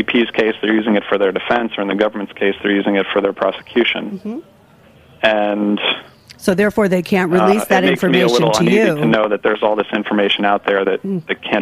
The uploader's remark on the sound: calls in with a report live from Bonnaroo